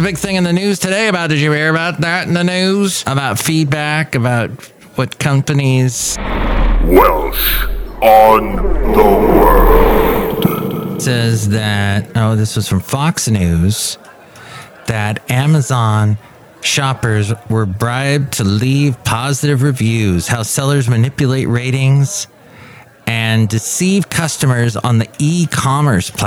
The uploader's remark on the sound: podcasts live from Café Anyway